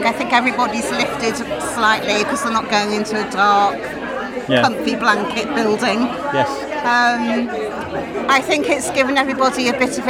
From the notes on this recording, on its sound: Coming to you from Claremont St in the Middle of Shrewsbury. The brand new home offices for Age UK Shropshire, Telford and Wrekin. While the champagne and canapes are passed around in celebration of the new beautiful offices.